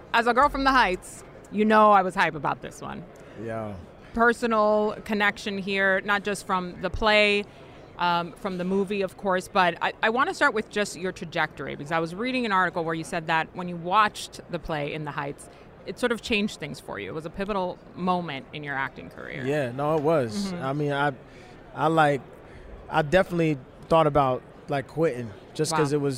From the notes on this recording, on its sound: live from Super Bowl LVII Radio Row